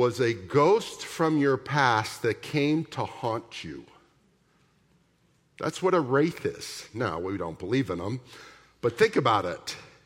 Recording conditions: large echoing room